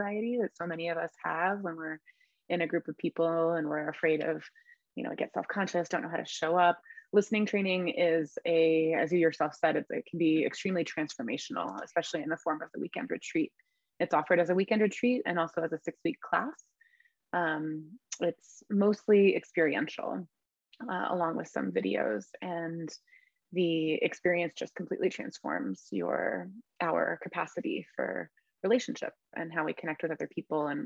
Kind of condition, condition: link, video call